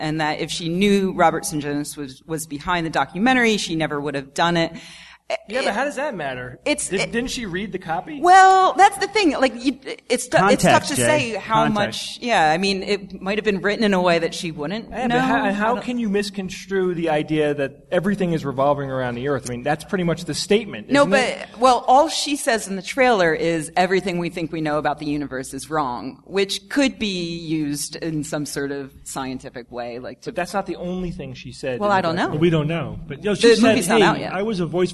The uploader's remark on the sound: Live from NECSS 2014. Live Q&A.